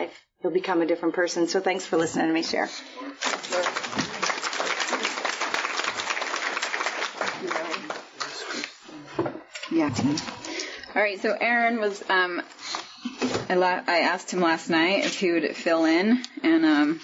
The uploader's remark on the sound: The 12th Step is the topic of this meeting held at the Fellowship of the Spirit Conference in Utah from 2011. Multiple Speakers.